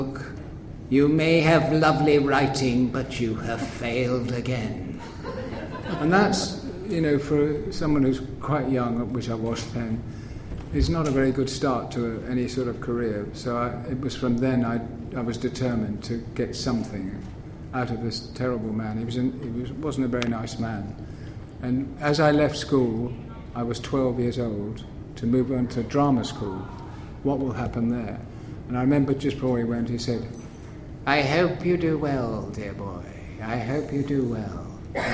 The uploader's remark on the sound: At Planet Comicon 2016. Here is the audio that we recorded at that panel.